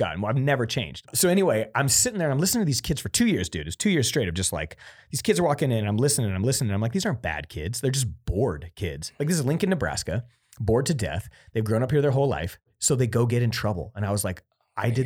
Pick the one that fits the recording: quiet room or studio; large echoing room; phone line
quiet room or studio